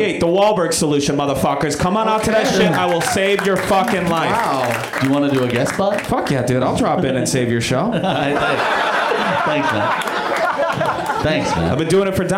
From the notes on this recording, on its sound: Live at the UCB Franklin in Hollywood